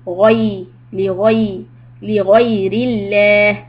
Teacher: Li ghayri Allah, keep the ghain heavy. Ghay, li ghay, li ghayri Allah, and the lamb soft.